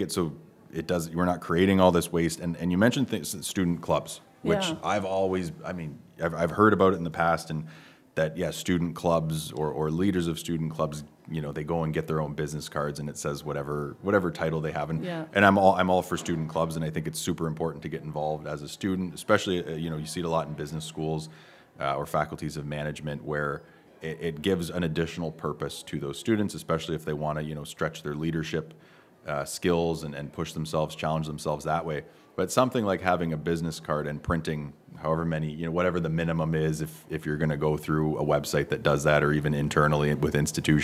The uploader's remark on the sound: Live from the 2023 CEWIL Conference